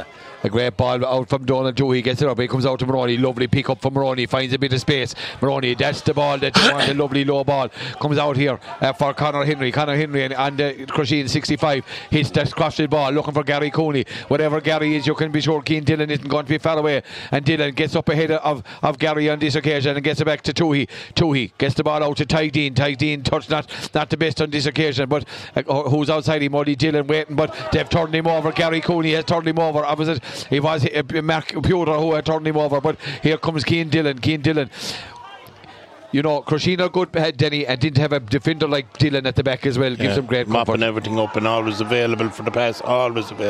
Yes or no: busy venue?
yes